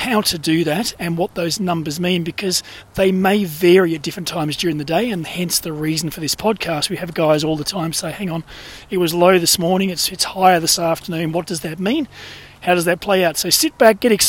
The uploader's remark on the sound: recorded during daily walks